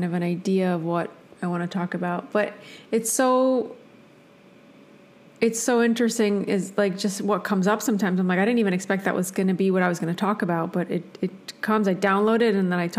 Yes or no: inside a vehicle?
no